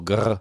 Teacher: Brechen das R hinten so ein bisschen im Rachen, so grrr.